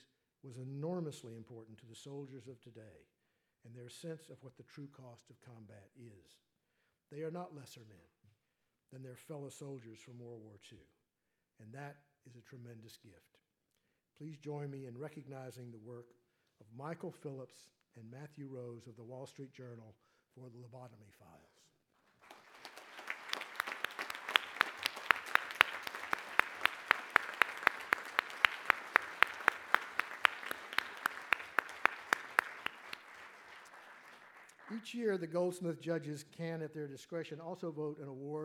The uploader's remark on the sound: The 2014 Goldsmith Awards Ceremony | Institute of Politics.